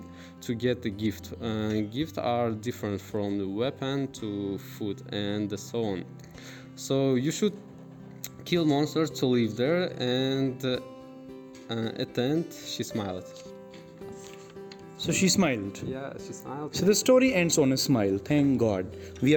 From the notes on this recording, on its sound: These Audio recordings were done in the class using a mobile phone voice recorder. Students who are speaking in these podcasts are the students at Amity University in Tashkent - International Foundation Studies.